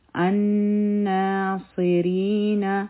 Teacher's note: او نا باندې به غنه هم کو او حرفي مده هم دی، دوه حرکه به یې راکاږو